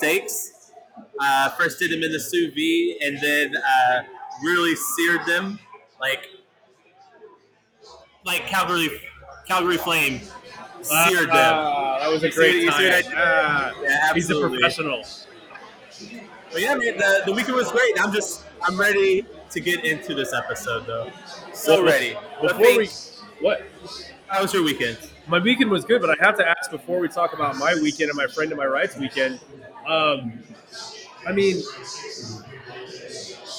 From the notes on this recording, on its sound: Recorded live on location at Northside Drafthouse in Richardson, TX